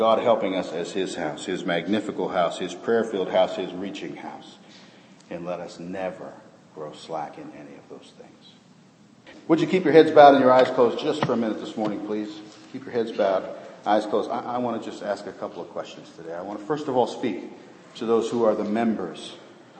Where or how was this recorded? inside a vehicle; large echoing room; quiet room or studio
large echoing room